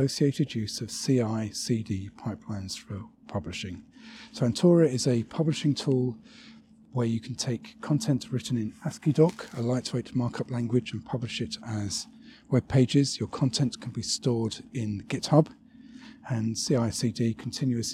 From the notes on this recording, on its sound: Another walking podcast, this time it's from Bedfont Lakes country park in west London.